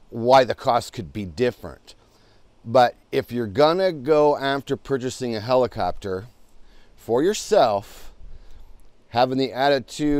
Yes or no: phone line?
no